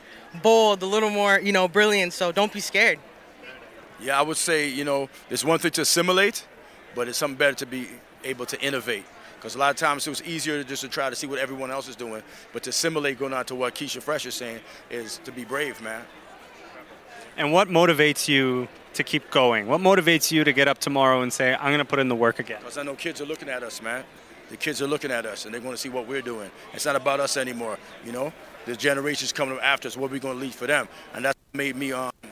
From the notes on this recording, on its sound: Episode filmed live from the Red Carpet at the JUNO Awards! Studio: Startwell Studios.